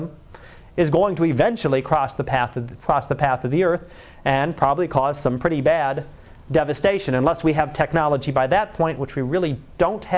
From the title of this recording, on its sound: Live Class Lecture